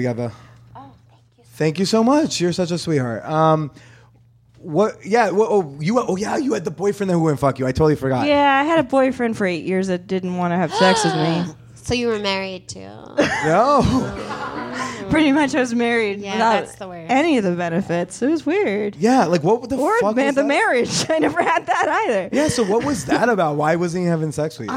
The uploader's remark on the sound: LIVE from Los Angeles. My LA live show was no different!